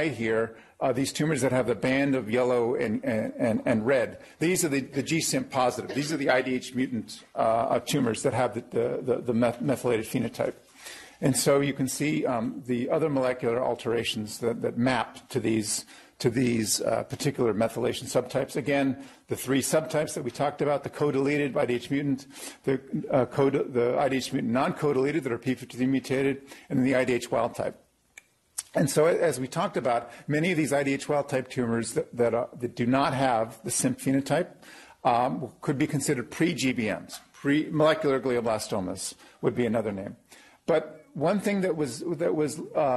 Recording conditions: live audience